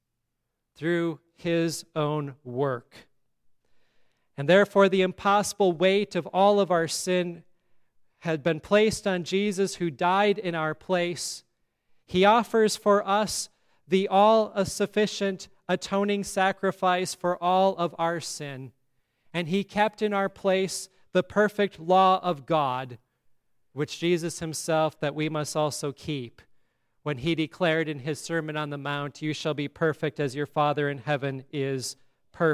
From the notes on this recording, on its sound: today's sermon at Grace Evangelical Lutheran Church, Lexington, MO